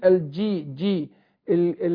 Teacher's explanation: الجيم قلنا بتخرج من وسط اللسان، وما بنيجي ننطقها بيحصل حذف للنفس والصوت، يعني هي حرف مجهور شديد، فبيتحبس الصوت والنفس عند الجيم.